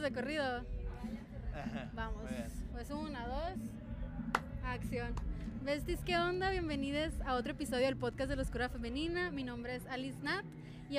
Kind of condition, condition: setting, busy venue